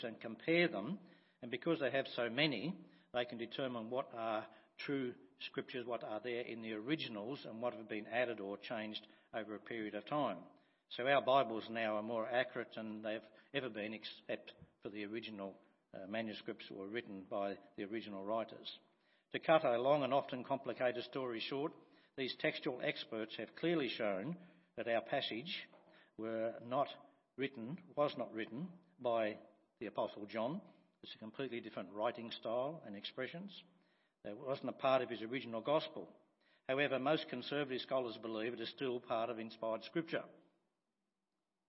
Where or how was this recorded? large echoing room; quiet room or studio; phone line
large echoing room